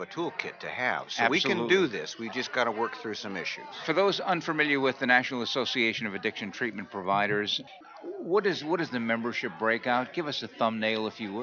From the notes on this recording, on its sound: RC2C broadcasting from the 39th Annual NAATP Leadership Conference in Austin, Texas.